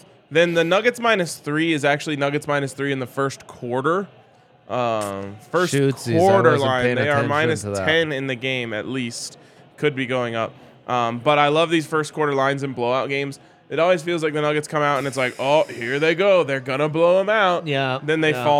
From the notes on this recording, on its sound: LIVE from the DNVR Bar